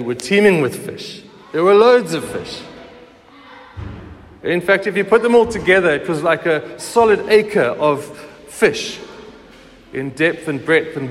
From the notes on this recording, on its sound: Recorded at the 9:30am service on Sunday 2nd July 2023